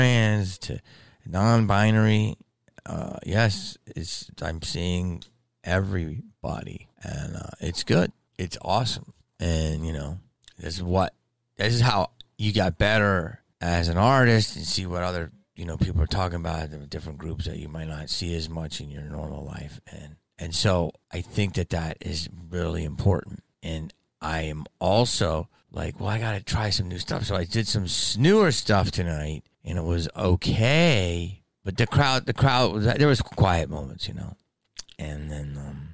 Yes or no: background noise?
no